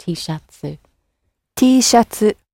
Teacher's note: the T sound at the end gets lengthened out into a softer vowel sound